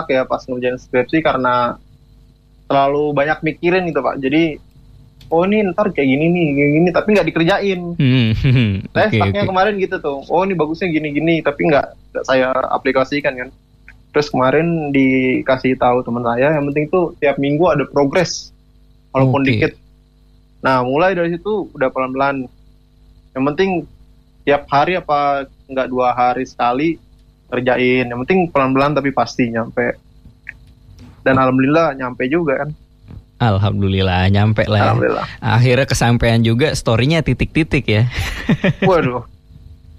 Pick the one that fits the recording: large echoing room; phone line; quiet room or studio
phone line